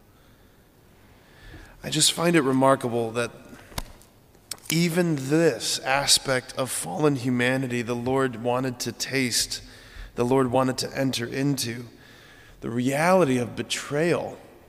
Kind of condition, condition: setting, large echoing room